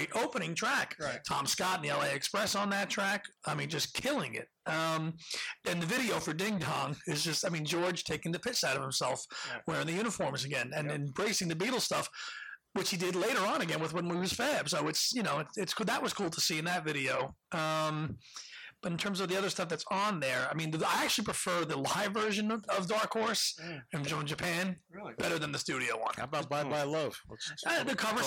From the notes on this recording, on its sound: Recorded at the NY Fest for … Fans. Recorded live at the TWA Hotel. Apologies for the sound quality: while we were able to plug into the soundboard, the loudness was difficult to adjust.